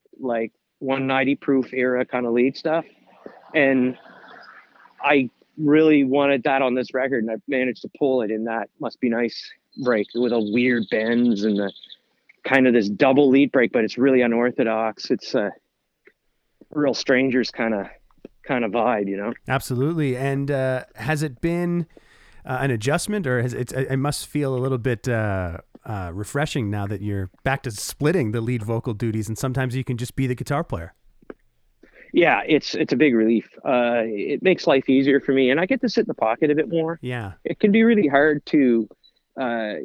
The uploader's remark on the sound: on the phone